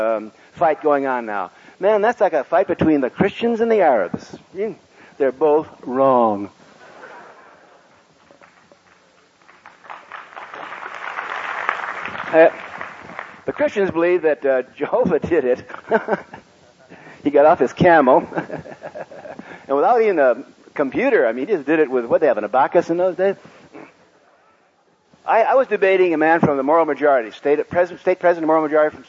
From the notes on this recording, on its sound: This lecture was given in 1982